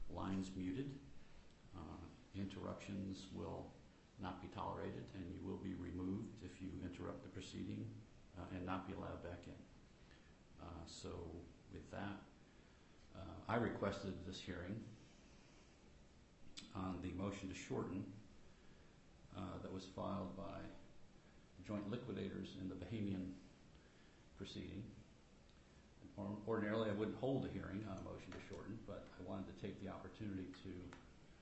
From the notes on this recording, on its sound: FTX/Alameda U.S. bankruptcy court hearing audio. Audio of the hearing on the bankruptcy court record.